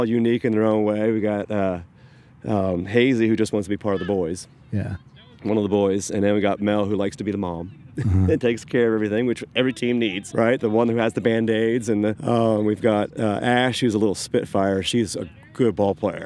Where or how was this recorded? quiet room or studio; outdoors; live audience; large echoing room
outdoors